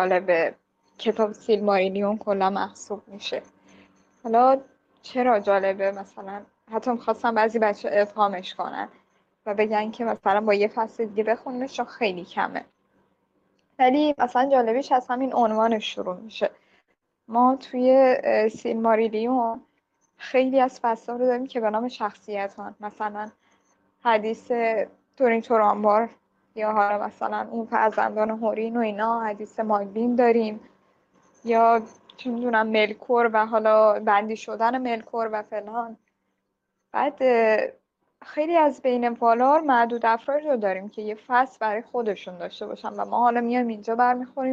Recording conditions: video call